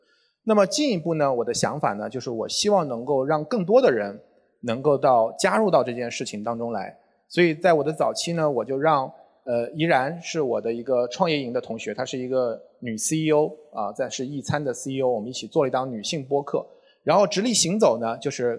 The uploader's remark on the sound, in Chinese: 这期节目就是当天的现场收音